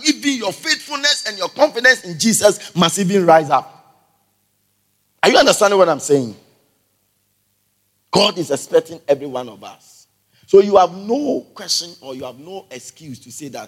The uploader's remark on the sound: Preached at the Everlasting Father Cathedral